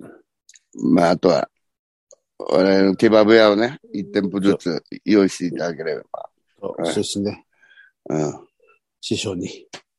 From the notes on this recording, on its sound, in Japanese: ZOOMで収録。